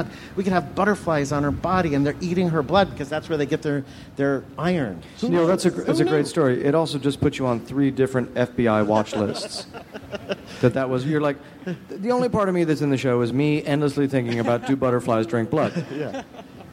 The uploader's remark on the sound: Recorded live at the Nerdist space at Petco Park during San Diego ComicCon, on July 24, 2014.